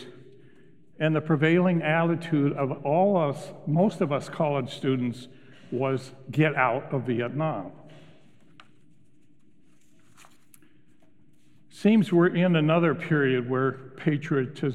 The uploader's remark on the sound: Recorded live at Beatitudes Church in Phoenix, AZ.